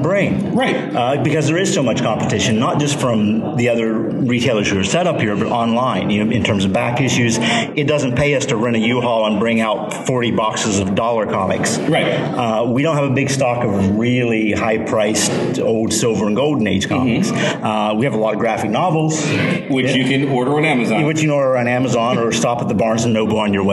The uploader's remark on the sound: Live from 3 Rivers Comicon!